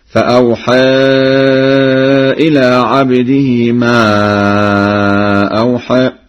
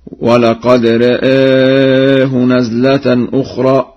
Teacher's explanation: وقرأ ورش بتقليل ذات الياء وذات الراء